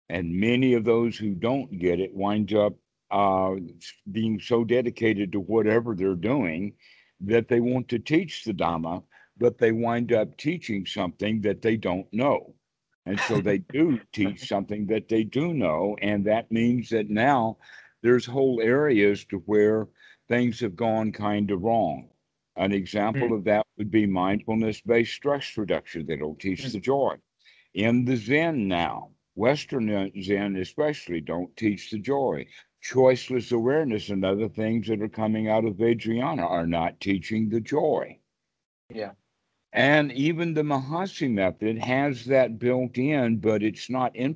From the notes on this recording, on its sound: Skype calls on this channel.